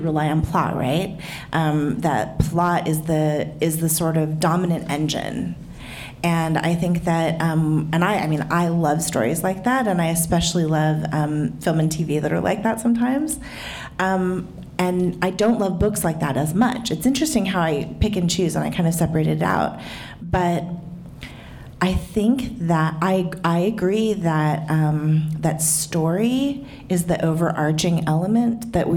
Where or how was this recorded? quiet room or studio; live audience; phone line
live audience